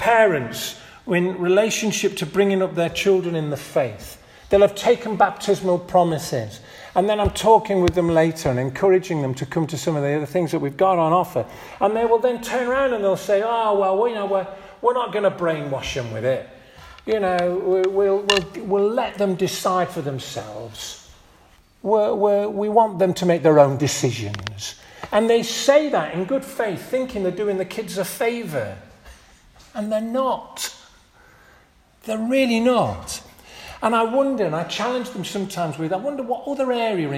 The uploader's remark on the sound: This audio recording was taken from the 10:30 Communion service at St Mary and St John's Church, Hardraw - March 19th, 2023.